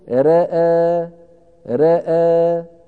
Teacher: يقلل فتحة الراء وفتحة الهمزة، يقلل الحرفين معا